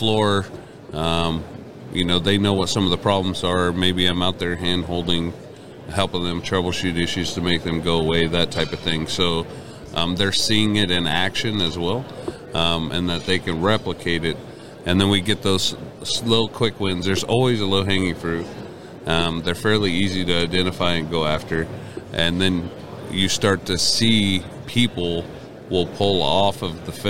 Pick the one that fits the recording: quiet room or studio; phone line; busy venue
busy venue